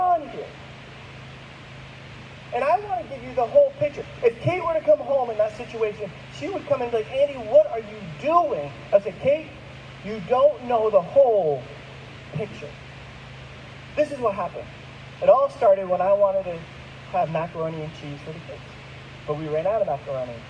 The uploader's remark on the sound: There were some technical difficulties in the recording of this week's message. We apologize for the audio quality.